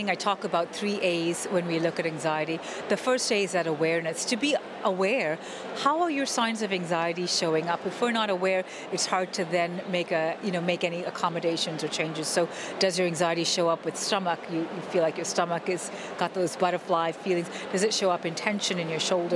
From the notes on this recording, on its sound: The SEND Network were lucky enough to attend the Tes SEND Show. Caught up with some of the speakers and exhibitors at the show.